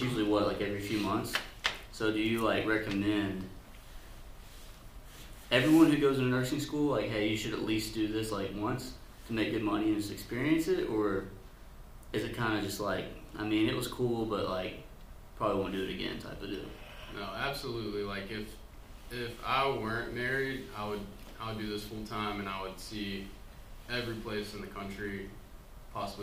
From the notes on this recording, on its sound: We forgot to plug in the mics.